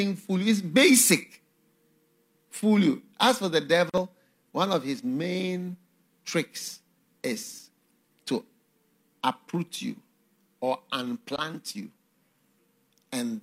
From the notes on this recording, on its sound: Preached at the FLOW Church Service.